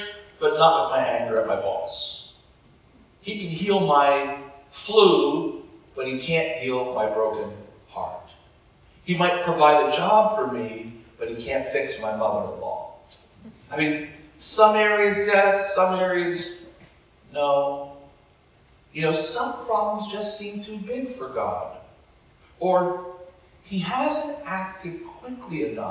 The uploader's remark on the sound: Apologies for the audio quality this week. Due to some technical difficulties we couldn't record using a direct feed.